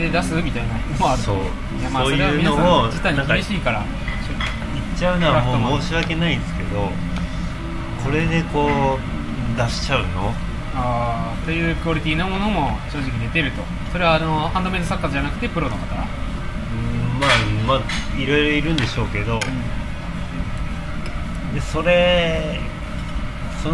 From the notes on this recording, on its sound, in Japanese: 飲食店での打ち上げトークのためノイズ多めでお送りしています。